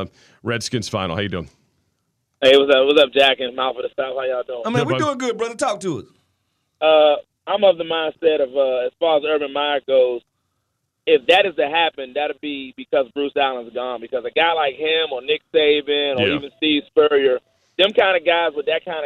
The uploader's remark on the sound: fans call in to give thoughts as well.